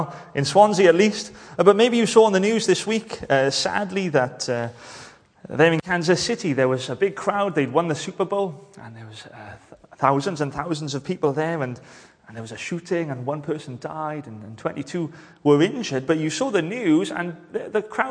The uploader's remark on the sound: Hello and welcome to Bethel Evangelical Church in Gorseinon and thank you for checking out this weeks sermon recordings